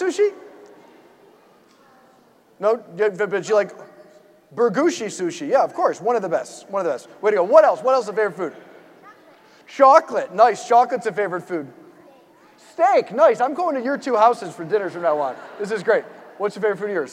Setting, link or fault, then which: setting, large echoing room